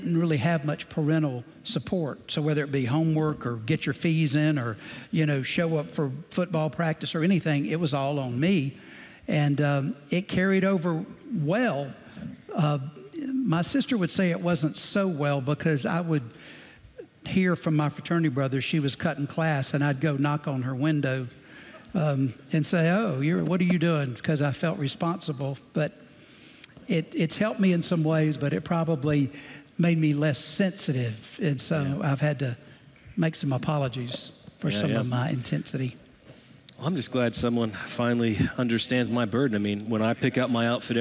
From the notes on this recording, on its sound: Recorded Live at Brookwood Church